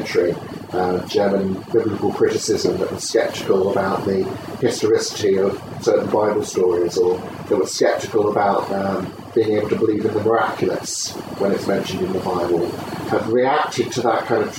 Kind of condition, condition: fault, poor microphone